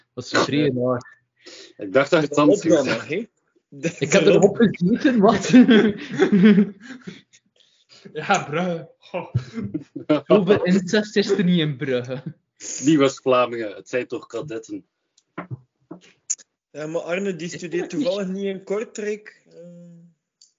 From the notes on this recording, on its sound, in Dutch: We halen Skype nog eens van onder het stof voor deze knotsgekke aflevering van de KapotKast.